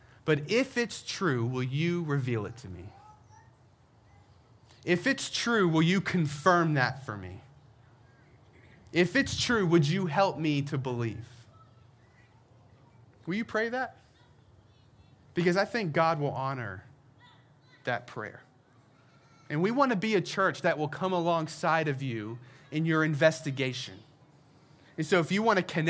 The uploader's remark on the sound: We celebrated our first Easter together by gathering outside on the Herndon Town Green.